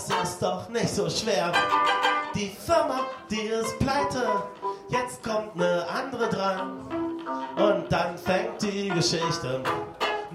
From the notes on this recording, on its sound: Live in der Potse am 18.